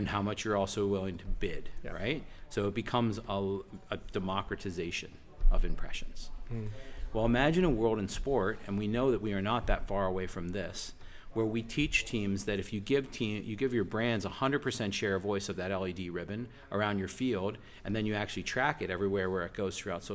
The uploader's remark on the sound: Episode 13 was recorded at Sport Accord on the Gold Coast.